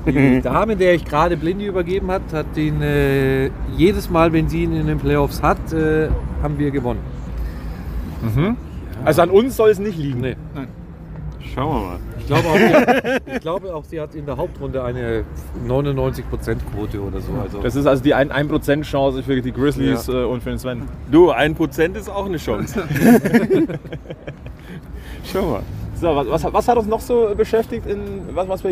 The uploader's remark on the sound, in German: Live-Reportage von Halbfinal-Spiel 3 zwischen München und Wolfsburg. Die einmal mehr im Rahmen eines EHC-Heimspiels am Oberwiesenfeld entstanden ist.